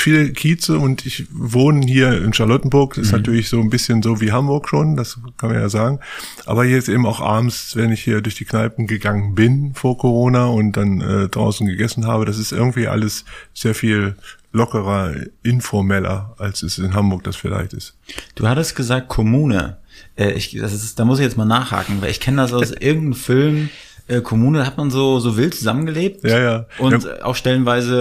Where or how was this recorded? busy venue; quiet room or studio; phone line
quiet room or studio